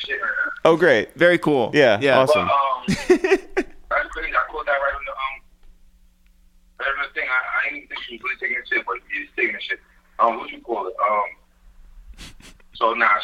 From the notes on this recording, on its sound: We make calls from our Upper West Side apartment. We get on the phone with Hot 97/ESPN/WWE personality. We get a live look in at him in the kitchen.